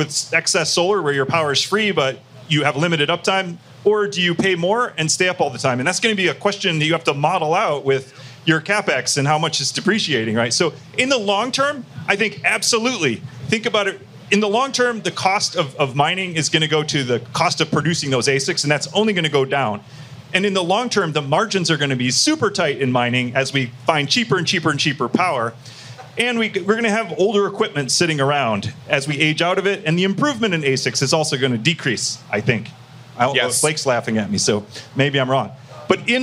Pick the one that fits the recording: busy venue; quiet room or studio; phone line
busy venue